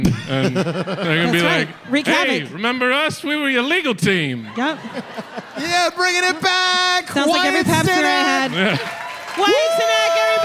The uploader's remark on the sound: LIVE at the Bell House